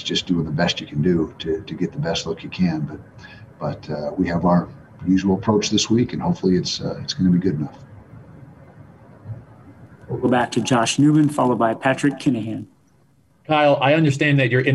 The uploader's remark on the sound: Weekly Press Conference